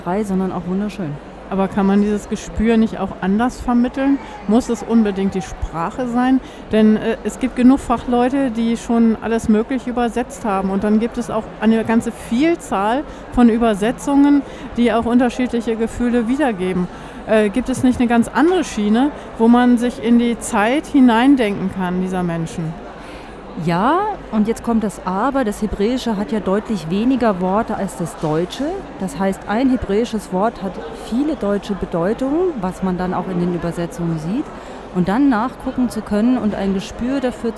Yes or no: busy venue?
yes